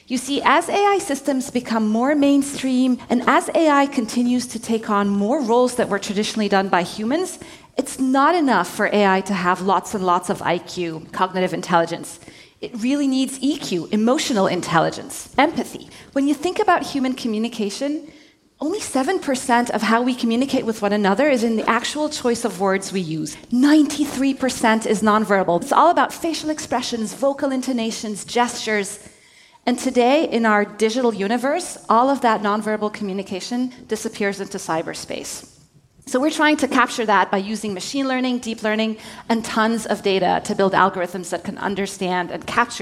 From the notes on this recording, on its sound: LIVE! In our live onstage interview. Live audience energy and great music make this first-ever event a fun listen.